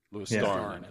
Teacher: Star is the most powerful syllable. · Term: emphasis